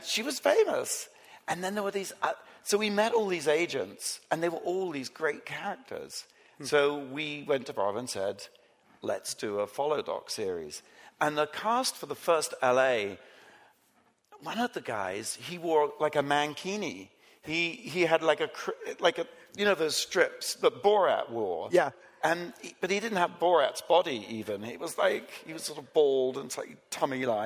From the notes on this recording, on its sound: Live chat in front of an audience at 2019's Realscreen Summit in New Orleans.